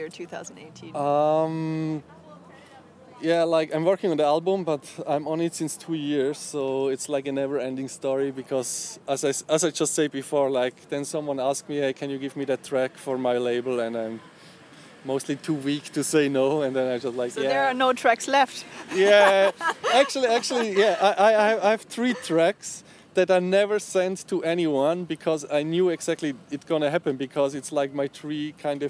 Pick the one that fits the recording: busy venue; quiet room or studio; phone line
busy venue